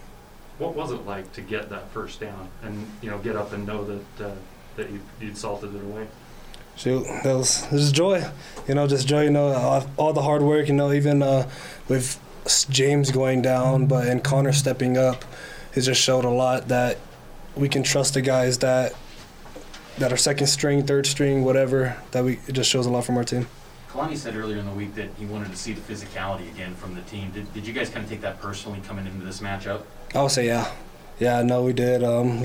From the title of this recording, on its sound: Postgame Press Conference